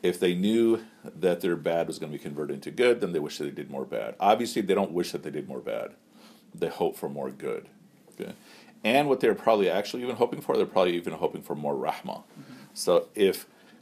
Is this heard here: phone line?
no